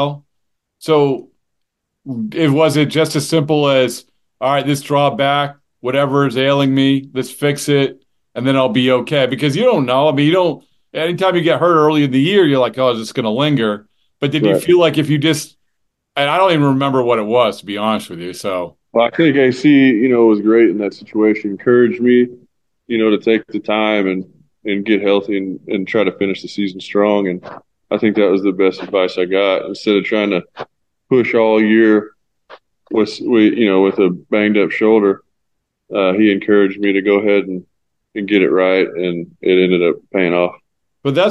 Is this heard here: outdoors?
no